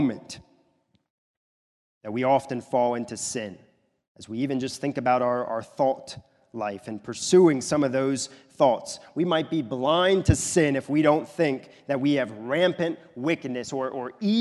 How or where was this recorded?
large echoing room